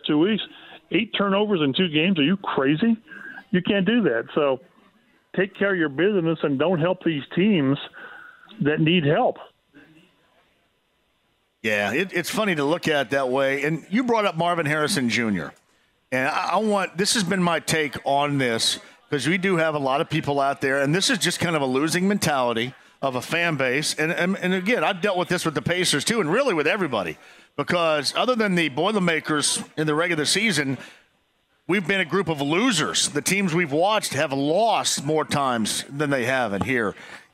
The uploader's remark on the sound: Live From Kip's Pub